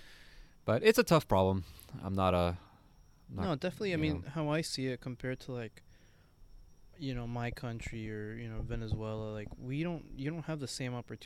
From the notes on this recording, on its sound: You'll hear the crickets chirp as they listen in on their conversation. Yes this was recorded outside. It was lovely weather.